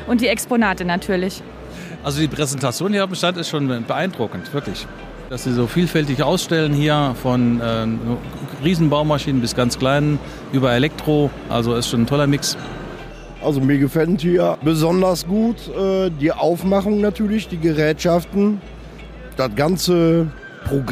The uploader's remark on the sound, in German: LIVE-Rundgang: Zeppelin Rental auf der bauma 2022